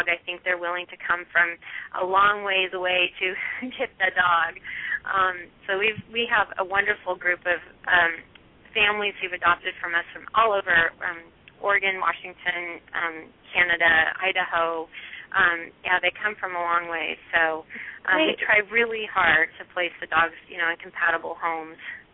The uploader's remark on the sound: open up the lines for listeners to call